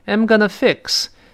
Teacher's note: 就是说 I am 的缩略咱们说过，那读快了呢就会弱化成 M